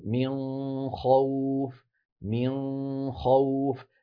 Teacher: وهل تتأثر غنة الإخفاء من حيث درجة التفخيم بحركة الخاء أو الغين؟ نعم تتأثر